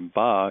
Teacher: And if you say ba, you don't really feel a puff of air.